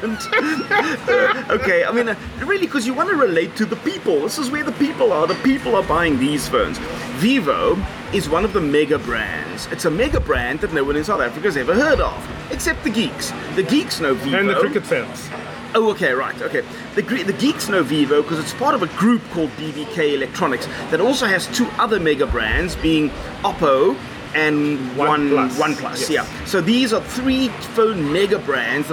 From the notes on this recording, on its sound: South Africa's most accessible consumer technology podcast escapes the Cape Town heat, but has a fan blowing directly onto the mics. Recorded at The Kitchen. Mixed and recorded on Samsung Galaxy S10 + Samson Go Mic.